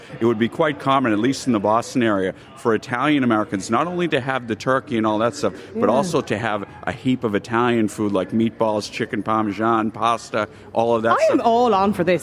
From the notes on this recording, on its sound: Lunchtime Live was LIVE from The Friends Experience in Dublin today.